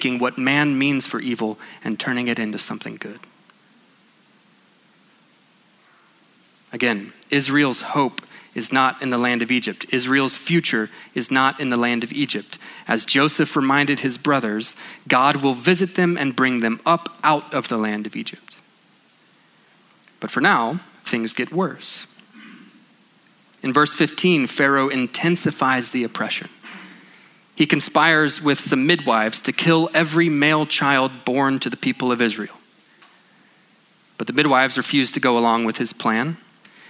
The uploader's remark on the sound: at Sojourn Galleria Church on Sunday, June 23, 2019